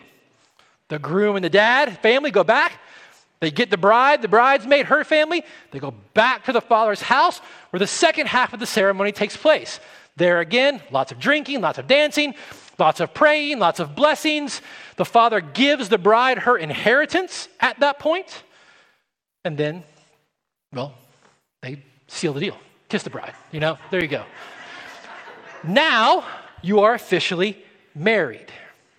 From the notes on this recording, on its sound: at Redemption Hill Church on Sunday, November 7th, 2021